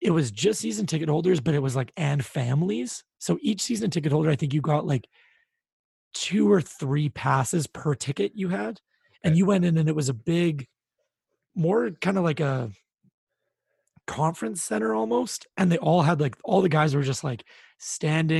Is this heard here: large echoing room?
no